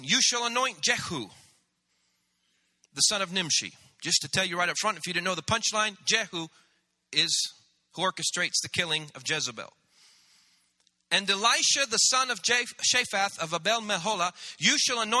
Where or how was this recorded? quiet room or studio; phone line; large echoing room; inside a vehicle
large echoing room